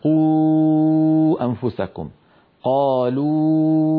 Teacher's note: تخرج الواو بانضمام الشفتين في الواو مع ارتفاع أقصى اللسان